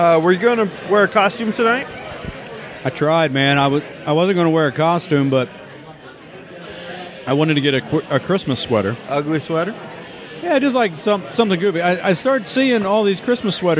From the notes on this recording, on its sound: podcast recorded at the 11th annual Santa Pub Crawl in the Oregon District in Dayton, Ohio